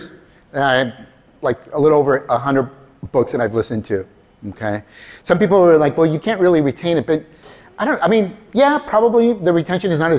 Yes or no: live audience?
yes